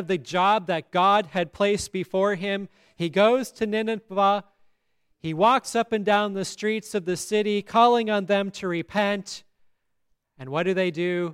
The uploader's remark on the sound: the Easter Service at Grace Lutheran Church, Lexington, MO.